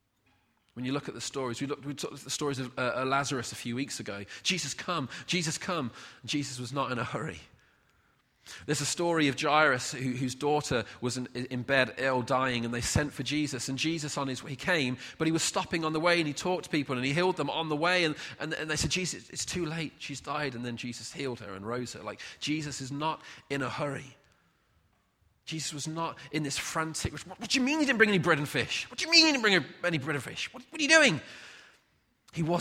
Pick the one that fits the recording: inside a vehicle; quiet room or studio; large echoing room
large echoing room